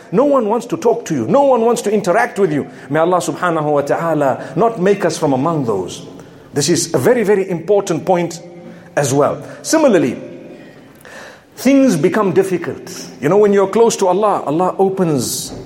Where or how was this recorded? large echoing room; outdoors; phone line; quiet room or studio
large echoing room